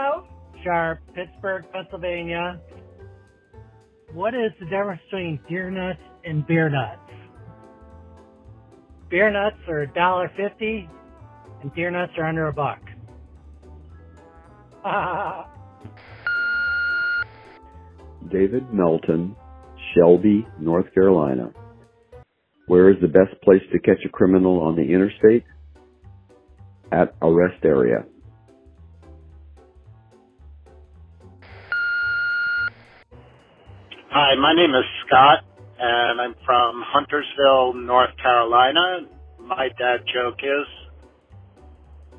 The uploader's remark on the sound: I have compiled jokes recorded by our listeners through my voicemail service.